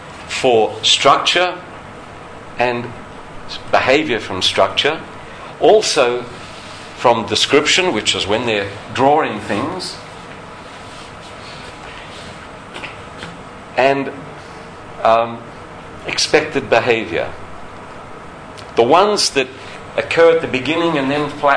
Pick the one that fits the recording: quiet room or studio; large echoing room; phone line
large echoing room